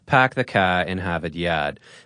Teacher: the Boston accent's best-known quirk is a tendency to drop the R sound